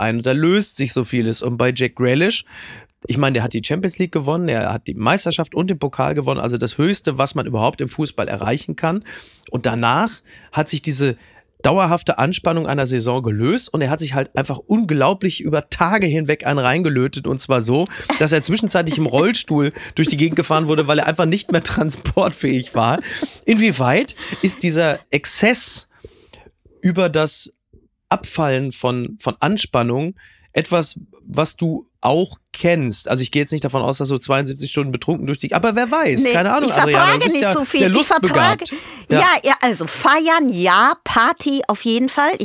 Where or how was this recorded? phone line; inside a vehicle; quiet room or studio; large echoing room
quiet room or studio